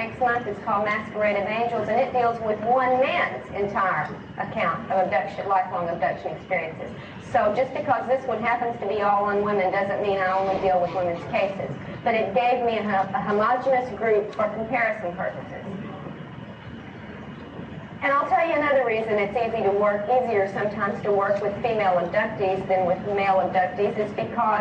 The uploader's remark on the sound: Sorry for the poor audio quality.